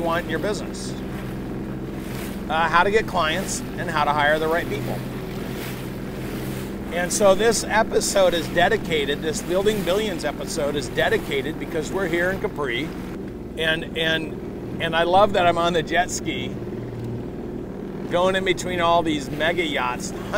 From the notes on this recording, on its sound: I am coming live to you from a jet ski in Capri, Italy. I am jet skiing in the South of Italy.